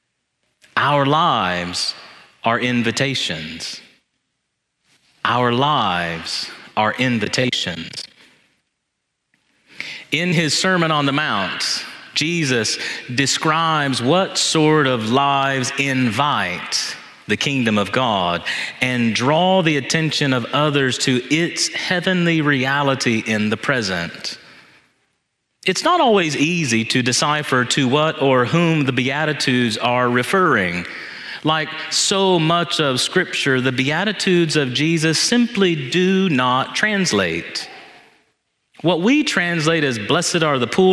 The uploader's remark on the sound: This homily was preached in Church of the Ascension on Sunday, November 5, 2023